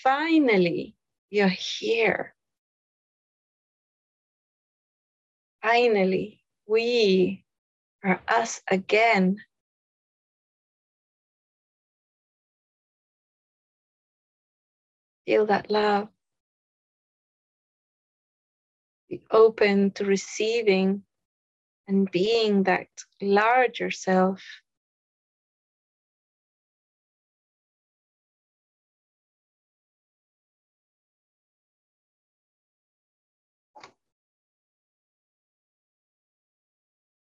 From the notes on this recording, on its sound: In this episode, we have an excerpt from a live call during the Instant Manifestation Workshop.